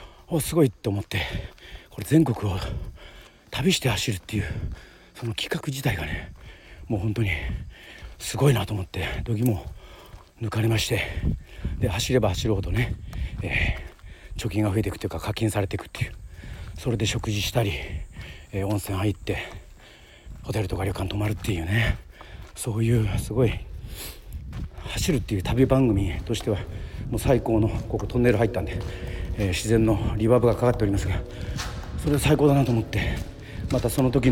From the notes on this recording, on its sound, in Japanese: 与論島の名所でもあるホワイトロードでダッシュランしてます。走りながらの収録なので聞き苦しい所も多々ありますが。